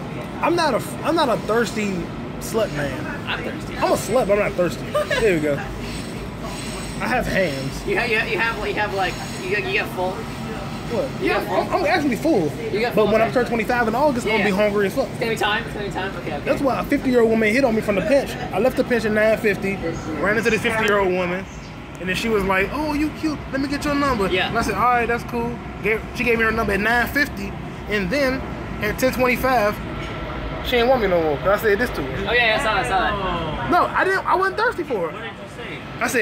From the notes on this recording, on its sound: Multiple comics on a noisy train, very funny.